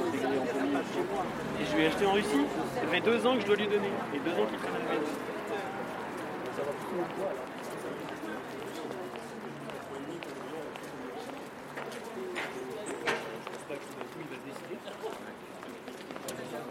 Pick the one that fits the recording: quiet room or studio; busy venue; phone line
busy venue